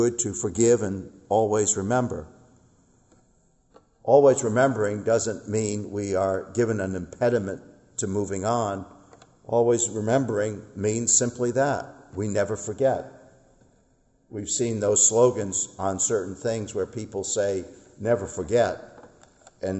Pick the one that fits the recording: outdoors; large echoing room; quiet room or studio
large echoing room